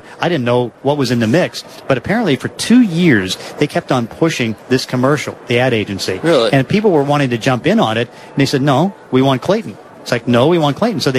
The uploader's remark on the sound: Live From Radio Row.